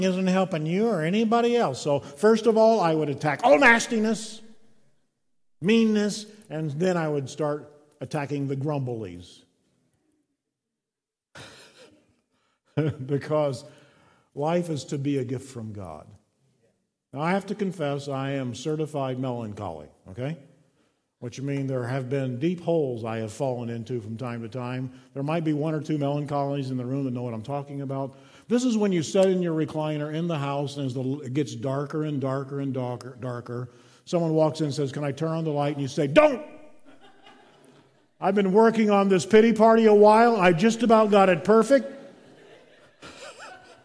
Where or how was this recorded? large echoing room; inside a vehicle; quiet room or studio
large echoing room